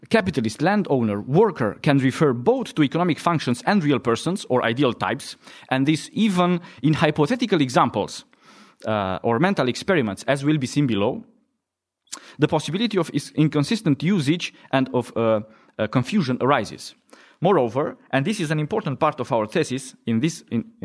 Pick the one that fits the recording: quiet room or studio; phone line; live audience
live audience